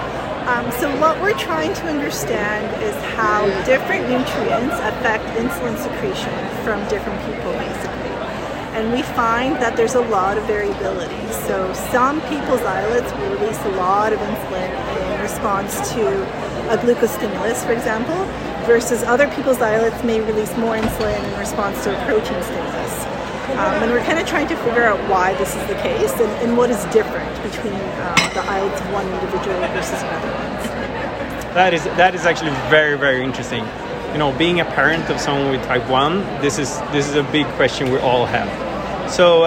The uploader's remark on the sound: recorded during Day 2 of Islet Study Group 2023